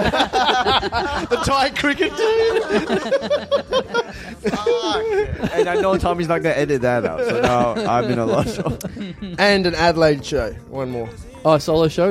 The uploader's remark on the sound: Big live podcast and stand-up show. We're heading down for the first time for a live show in a small venue.